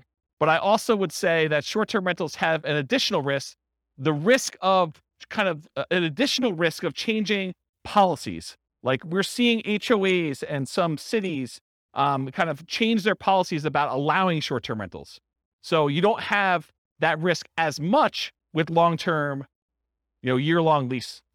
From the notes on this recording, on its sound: This was a live class recorded